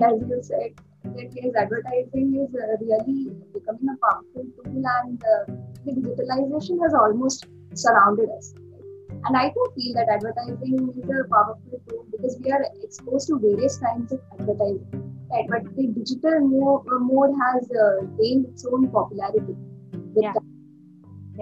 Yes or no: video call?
yes